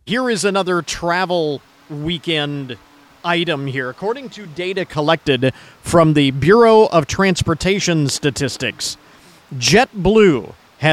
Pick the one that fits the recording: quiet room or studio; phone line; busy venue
busy venue